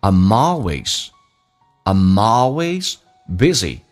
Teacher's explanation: am 跟 always 可以有个连音，要记住那个 l 要发出来，舌尖抬起来